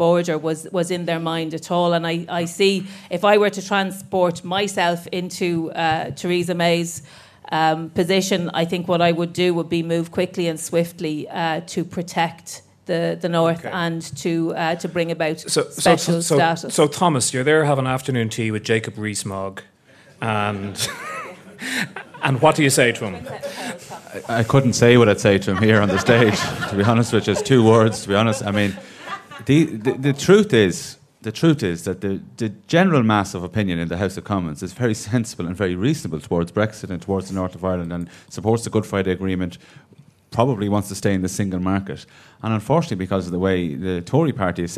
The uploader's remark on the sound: A special live episode of the podcast. Everyone who attended the live recording on Thursday, February 22nd here in The Irish Times.